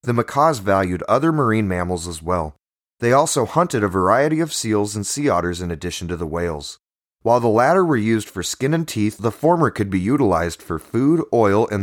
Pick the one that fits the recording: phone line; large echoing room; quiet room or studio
quiet room or studio